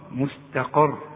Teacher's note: السين دائما مرققه، التاء دائما مرققه، مستا، وانما القاف بقى مفخمه